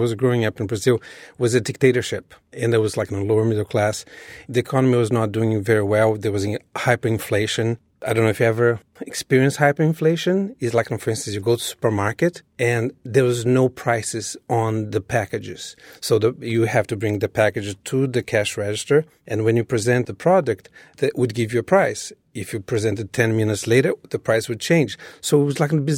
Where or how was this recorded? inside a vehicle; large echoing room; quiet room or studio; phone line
quiet room or studio